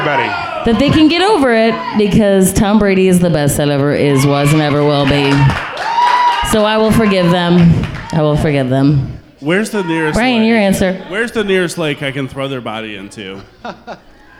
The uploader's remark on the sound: go live at Black Apple Crossing in Springdale, Arkansas